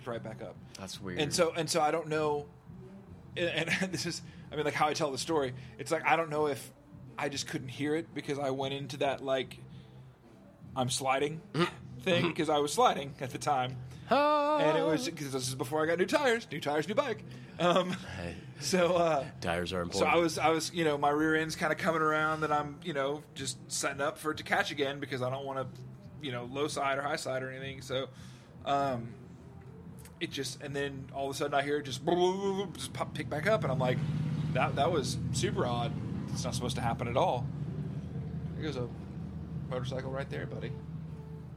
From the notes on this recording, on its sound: Take the conversation outside! Patio Talk.